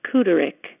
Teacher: it really should be pronounced with three syllables and the U sound, like Kuderick